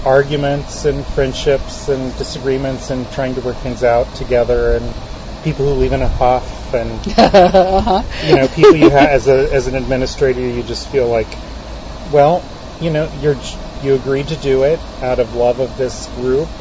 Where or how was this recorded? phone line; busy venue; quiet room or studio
busy venue